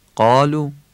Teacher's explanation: قاف محکم تلفظ بشه، قالو اگر سست بگیم شبیه غین میشه